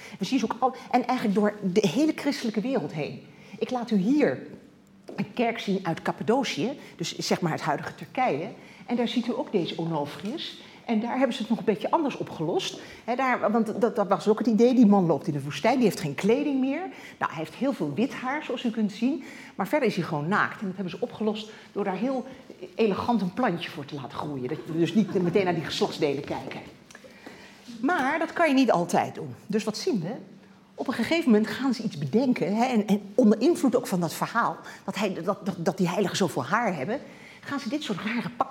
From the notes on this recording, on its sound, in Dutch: Deze lezing werd opgenomen in Museum Catharijneconvent. Is georganiseerd in het kader van de tentoonstelling Body language.